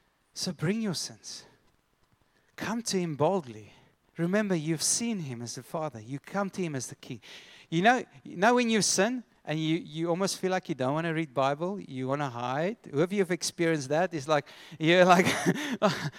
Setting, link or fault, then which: setting, large echoing room